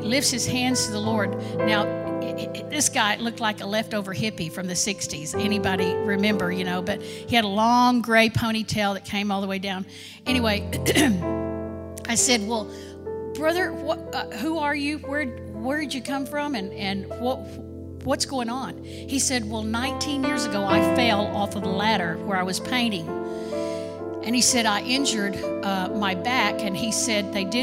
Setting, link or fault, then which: setting, large echoing room